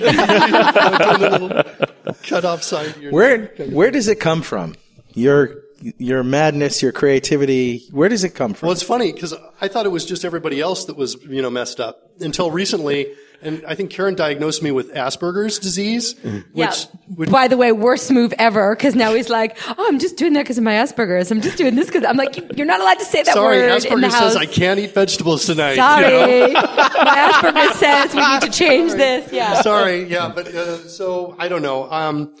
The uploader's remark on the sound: Live in Richmond, VA